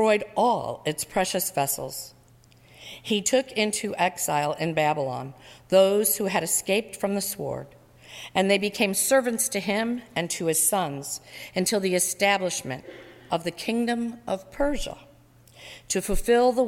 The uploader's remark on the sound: during the 9:30 AM service on Sunday December 10, 2017, at First Presbyterian Church of Arlington Heights, Illinois